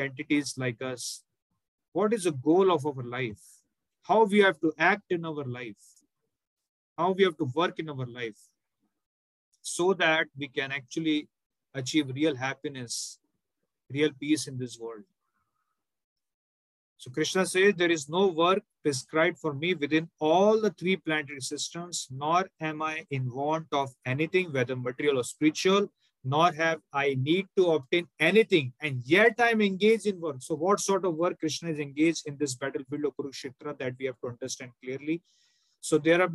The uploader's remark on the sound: Zoom recorded class.